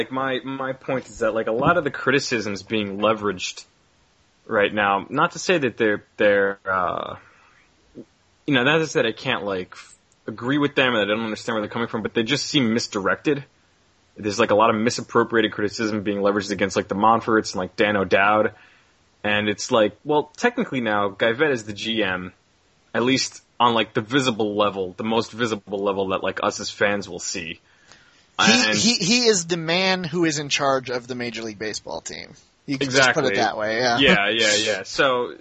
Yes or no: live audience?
no